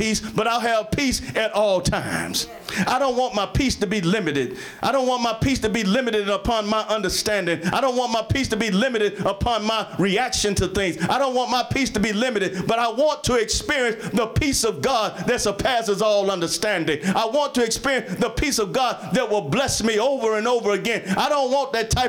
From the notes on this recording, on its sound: Sermon preached from Wesley AME Zion Church.